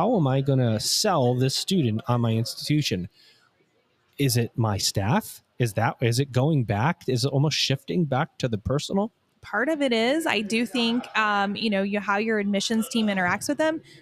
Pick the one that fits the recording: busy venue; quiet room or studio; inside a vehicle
busy venue